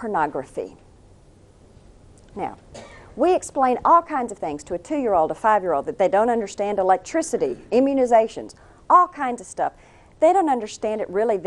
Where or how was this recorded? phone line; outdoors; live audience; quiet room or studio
live audience